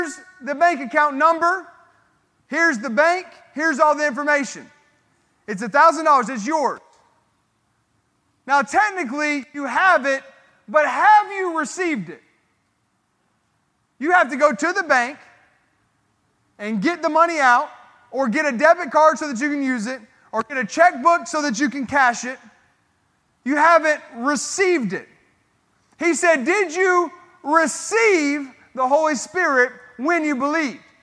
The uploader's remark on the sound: This sermon was recorded at Family Worship Center in Columbia, SC on Sunday, April 16, 2022.